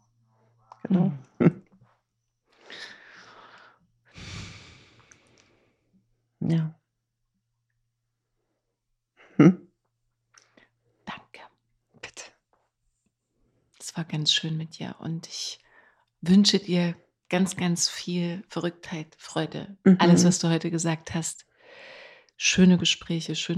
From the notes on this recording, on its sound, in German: Im Hintergrund läuft Musik, heilsame Sounds erfüllen das Zimmer und begleiten uns im Austausch. Ihre Stimme spricht sanft durch das Mikrofon, welches auf zwei Kissen aufgebettet auf ihr liegt.